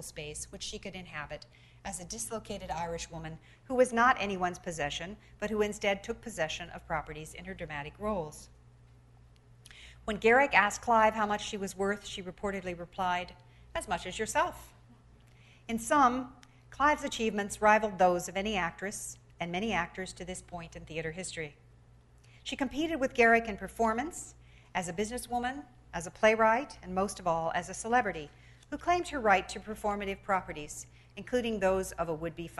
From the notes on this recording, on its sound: delivers the 17th annual Bliss Carnochan lecture at Stanford